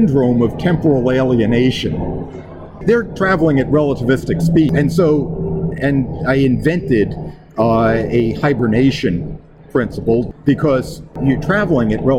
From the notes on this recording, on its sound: Live from Boskone 2024. In Boston, Massachusetts.